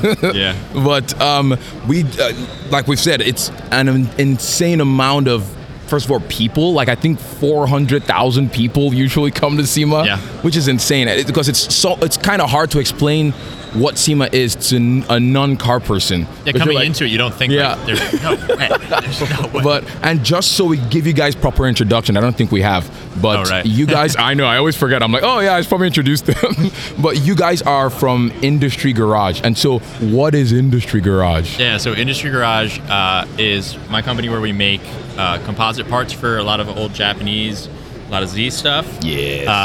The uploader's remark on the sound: SEMA 2023 Live